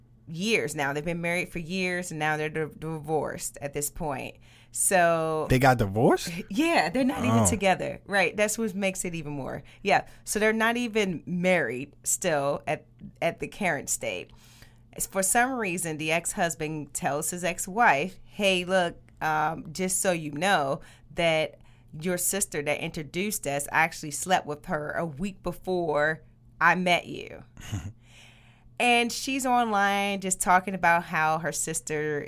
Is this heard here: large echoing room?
no